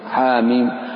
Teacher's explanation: حاميم حا قصر، وميم مد طويل.